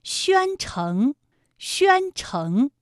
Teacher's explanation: 前鼻韵母 yuan，成是后鼻音，有后鼻韵母 ng